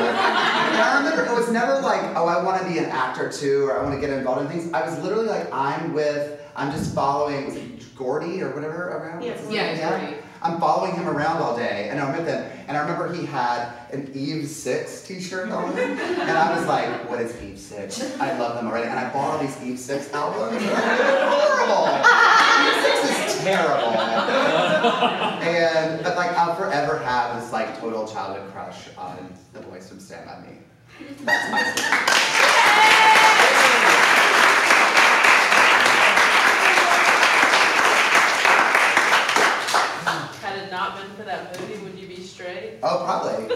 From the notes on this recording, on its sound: Performed live at Comedy Central Stage.